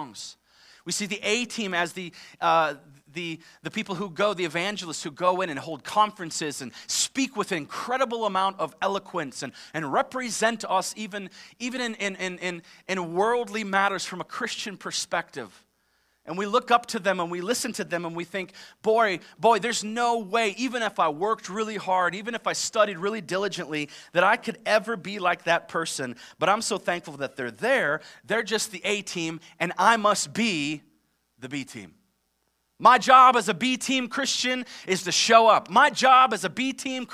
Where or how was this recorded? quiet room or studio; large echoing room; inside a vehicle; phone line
large echoing room